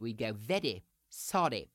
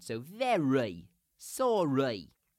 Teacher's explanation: The R really stays in, but you want to make sure that it attaches to the second of the two syllables · Shown in: second take · and not the end of the first one.